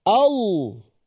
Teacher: Ada orang dia dah boleh sebut lam Allah tapi masih lagi terpengaruh bunyi wow, bunyi bibir. Bila terpengaruh dengan bibir dia akan pergi wow sikit.